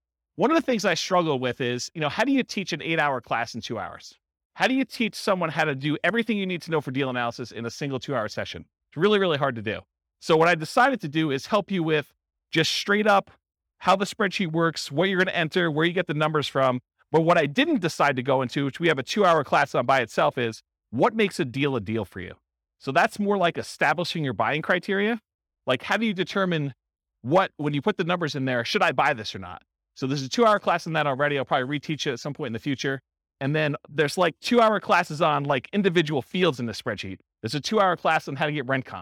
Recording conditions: live audience